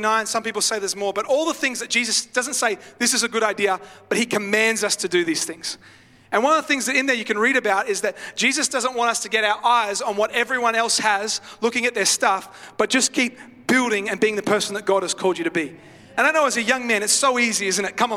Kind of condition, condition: setting, large echoing room